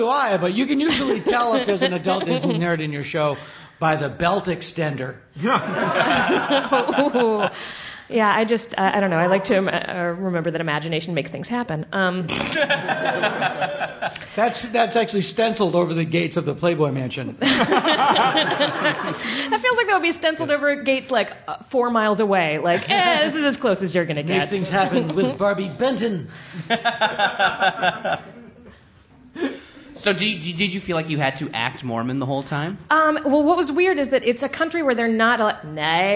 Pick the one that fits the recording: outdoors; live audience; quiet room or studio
live audience